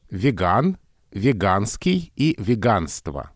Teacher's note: Веган, веганский и веганство с ударением на «а». Как будто бы мы тогда говорили, что это немножко странное ударение, не всеми поддерживаемое.